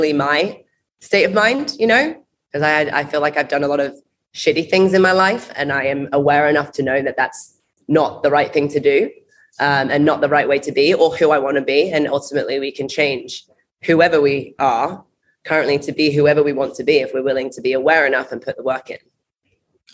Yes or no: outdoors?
no